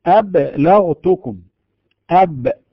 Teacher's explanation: نقول في الباء أبلغتكم، أب مقلقلة لا نجد فيها، وإن قربنا يدنا من فمنا لا نحس بهواء ولا بنفس يصطدم بيد المرء منه